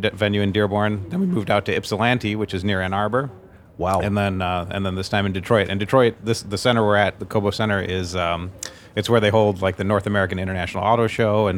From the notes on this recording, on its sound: Badass Ideas – Talks from the Agile and Beyond Speaker’s Lounge. We decided to record some cool conversations and thoughts from my colleagues.